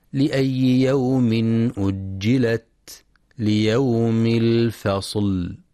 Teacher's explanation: ينتبه القارئ لشدة وهمس التاء في كلمة أجلت، ولهمس الفاء والصاد في كلمة الفصل. كذلك ينتبه لتوضيح مخرج اللام ولصفة البينية فيها، فبعضهم يقرأ بدون مراعاة هذه الصفة والتي هي بين الشدة والرخاوة.